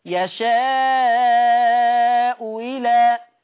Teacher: الهمزه الاولى مضمومه والهمزه الثانيه مكسوره، فلورش في الهمزه الثانيه التسهيل او الابدال